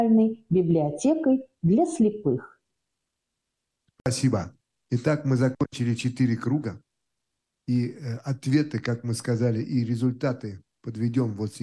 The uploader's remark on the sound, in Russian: Мероприятие прошло в режиме Zoom-конференции.